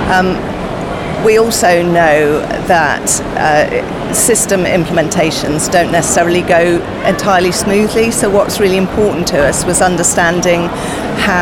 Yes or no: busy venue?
yes